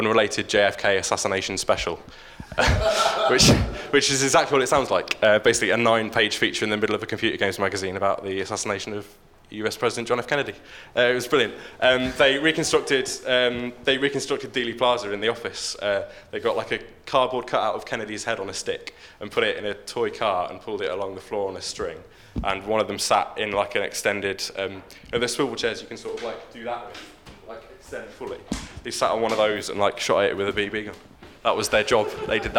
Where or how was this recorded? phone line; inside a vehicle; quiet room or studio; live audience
live audience